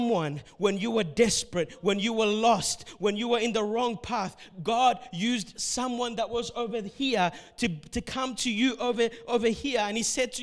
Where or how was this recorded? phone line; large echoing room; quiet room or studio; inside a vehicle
large echoing room